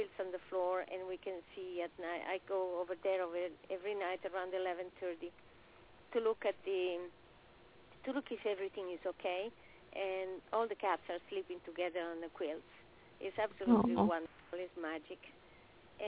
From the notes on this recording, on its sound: open up the lines for listeners to call